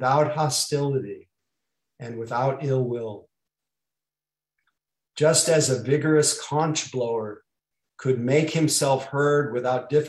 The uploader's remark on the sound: (Mission Dharma) Recorded Zoom Session.